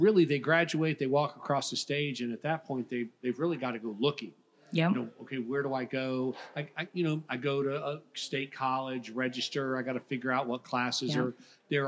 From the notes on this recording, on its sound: Recorded live at the 2023 Florida Chamber Foundation's Annual Future of Florida Forum. Recorded live at the Florida Chamber's "Future of Florida Forum," from Hyatt Regency Grand Cypress Resort in Orlando near Florida’s Disney World.